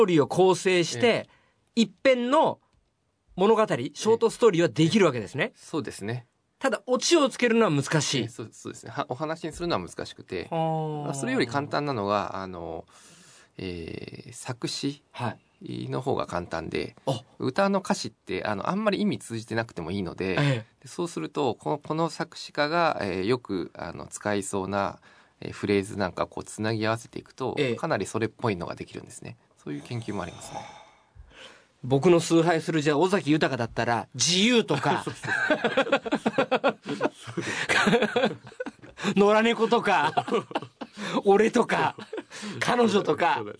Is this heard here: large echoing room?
no